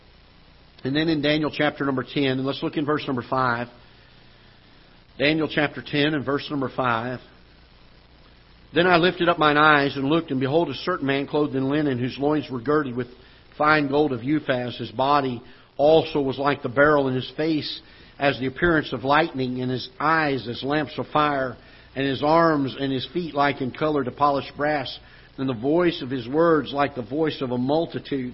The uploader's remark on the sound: Ketha Heights Baptist Church ~ Live Broadcast